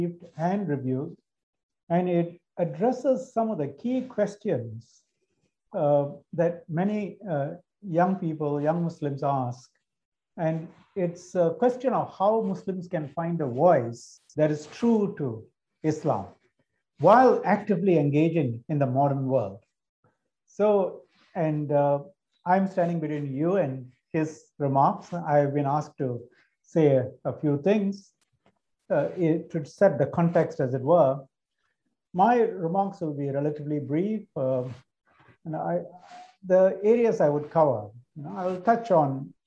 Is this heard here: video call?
yes